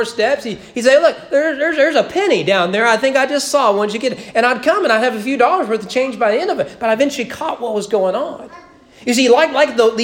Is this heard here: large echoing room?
yes